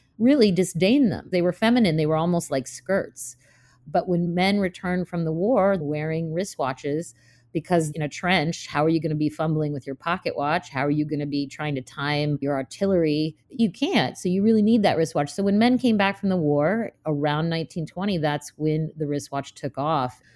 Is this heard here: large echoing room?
no